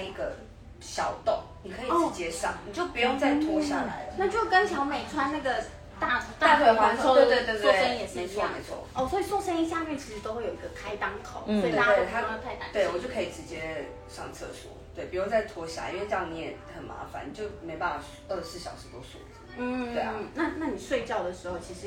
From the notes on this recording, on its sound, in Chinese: 本集為IG直播側錄收音，錄音品質會受到些微影響。